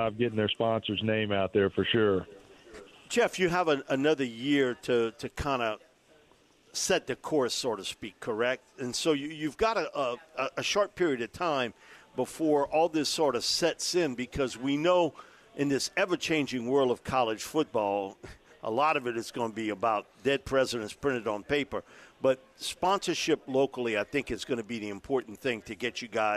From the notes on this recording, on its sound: Texas Longhorns have invaded New Orleans for the Sugar Bowl. Broadcasting LIVE from Rouses on Tchoup.